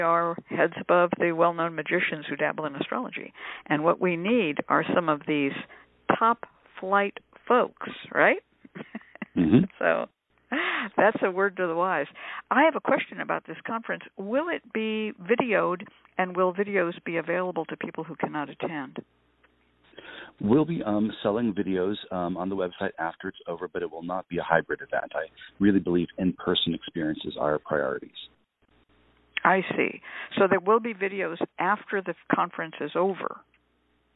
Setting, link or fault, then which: link, phone line